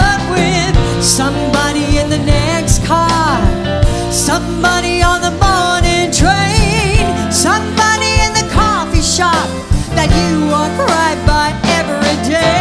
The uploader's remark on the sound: Live at the SouthPoint Casino